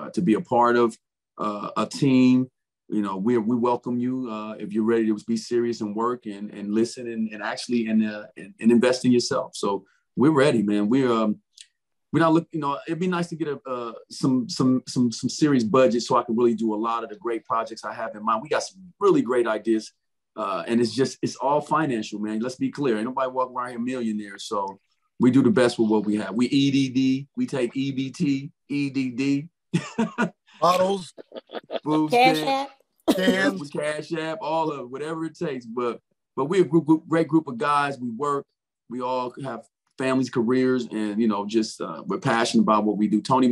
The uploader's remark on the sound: Recorded via Zoom